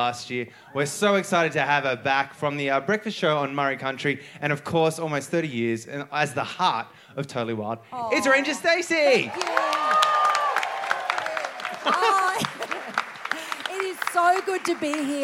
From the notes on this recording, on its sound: Recorded The Triffid, Brisbane on May 21st 2023